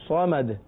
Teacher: دیکھیں دال میں آواز لوٹ رہی ہے. یہی چیز آگے بھی ہے، لم یلد ولم یولد ولم یکن لہ کفوا احد، یعنی جہاں جہاں وقف ہے ان کا اختتام دال پر ہے، اور وقف کی وجہ سے وہ ساکن ہے، اور حروف قلقلہ جب ساکن ہو تو وہاں جنبش ہوتی ہے، قلقلہ ہوتا ہے، آواز لوٹتی ہے.